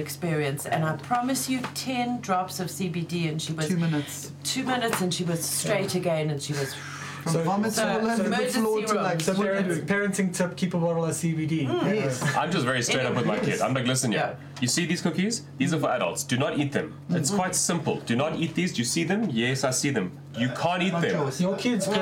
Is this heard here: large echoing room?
no